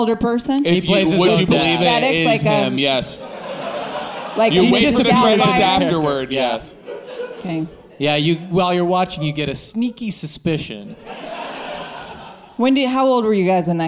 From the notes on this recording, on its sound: Live from the Dynasty Typewriter Theatre